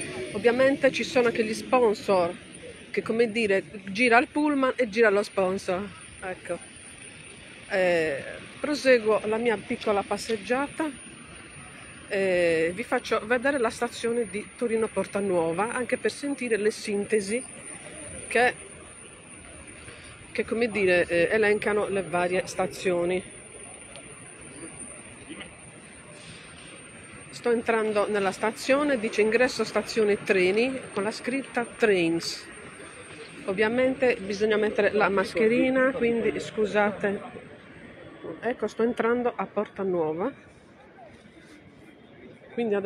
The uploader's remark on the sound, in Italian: Live tour descrittivo da Torino Porta Nuova. Podcast live dalla zona della stazione ferroviaria di Porta Nuova.